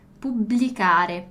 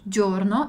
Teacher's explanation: Sempre uma pronúncia um pouquinho mais demorada qua delle doppie consonanti. · Shown in: first take